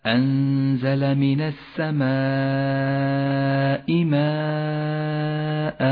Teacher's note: المتصل، لاحظه كيف تتالى عند قوله تعالى أنزل من السماء ماء، يمد المتصل خمس حركات وجوبا · Term: المد المتصل